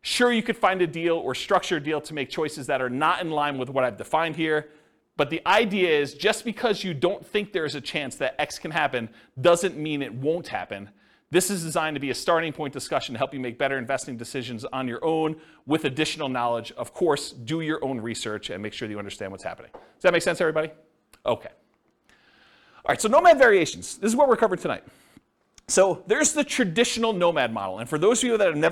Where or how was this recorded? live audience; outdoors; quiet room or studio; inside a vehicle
live audience